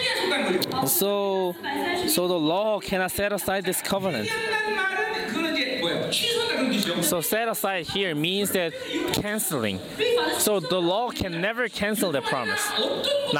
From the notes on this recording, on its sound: Chuseok Conference. Conference sermon.